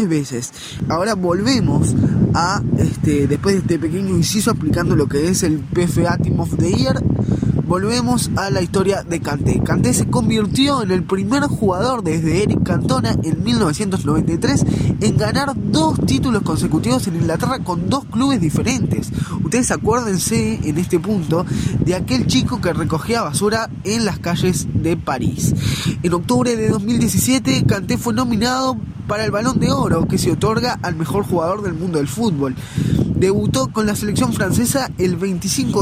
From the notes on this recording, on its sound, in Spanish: Esta vez desde Villa Argentina, casi en la playa (disculpen el ruido del viento y disfruten el de las olas)